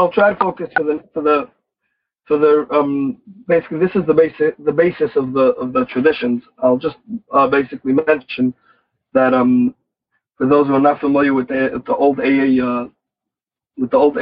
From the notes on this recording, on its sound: Noon Phone Speaker Meeting.